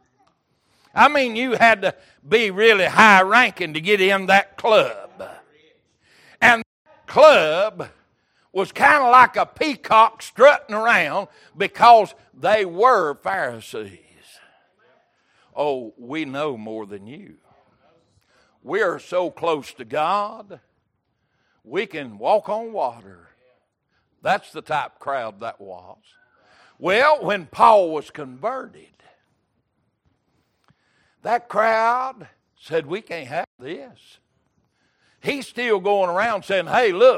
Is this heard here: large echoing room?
yes